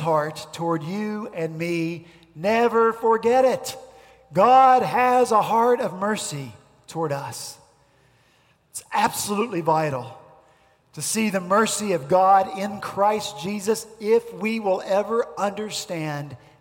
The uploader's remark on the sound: At Redeemer Presbyterian Church in Charleston, SC.